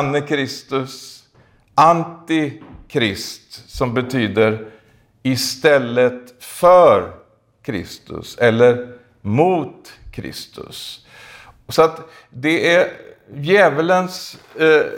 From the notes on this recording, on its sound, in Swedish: i denna predikan från Skultorps pingstkyrka, inspelad i maj 2021